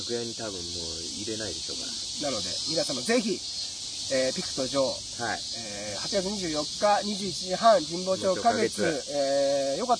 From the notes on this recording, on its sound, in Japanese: 渋谷の隠れた良い公園にて収録しています。